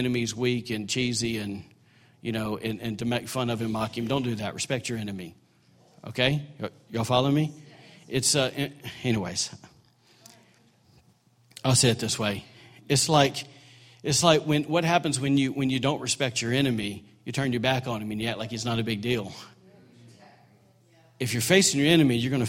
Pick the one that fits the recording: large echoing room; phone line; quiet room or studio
large echoing room